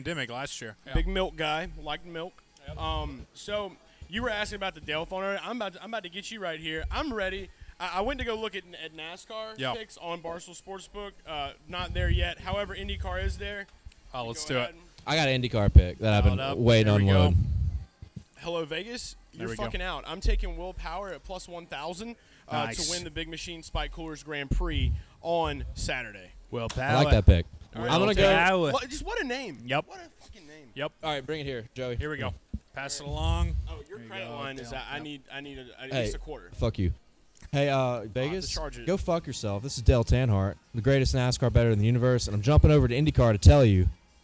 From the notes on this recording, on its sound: LIVE from Hooters in Downtown Indianapolis